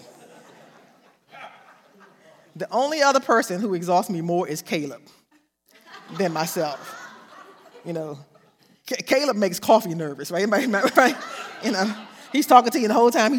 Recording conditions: large echoing room